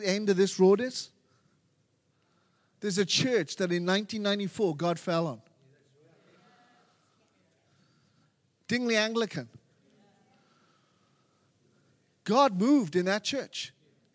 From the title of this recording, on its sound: LIVE at Echo Church